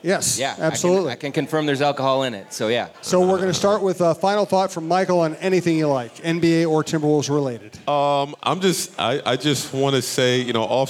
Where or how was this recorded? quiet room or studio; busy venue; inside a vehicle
busy venue